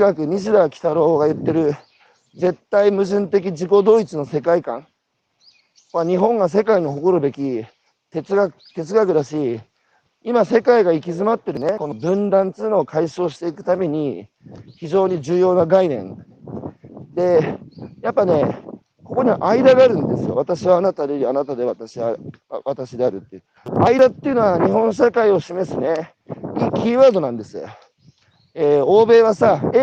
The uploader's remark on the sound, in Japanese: 歩きながら1時間、対談する。